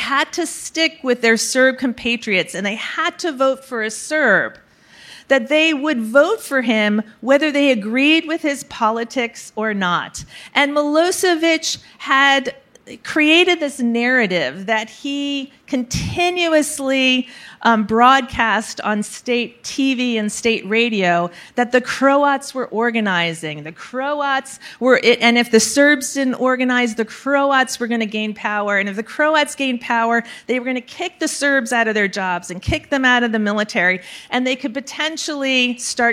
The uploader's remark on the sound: Recorded March 1, 2022 at the Upfront Summit.